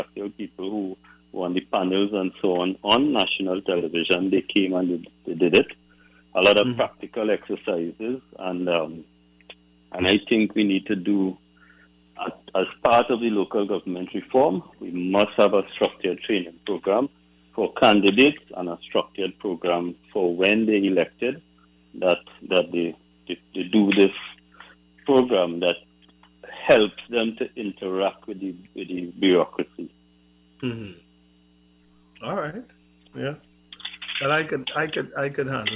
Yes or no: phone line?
yes